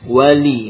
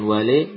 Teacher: Wa disempurnakan kasrohnya wali bukan wale · Shown in: first take